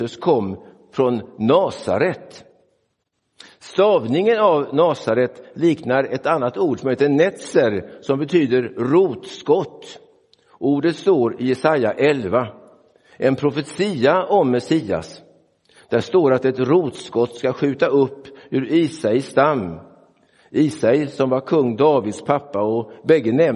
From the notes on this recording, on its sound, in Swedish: Inspelad i Roseniuskyrkan den 11 februari 2024.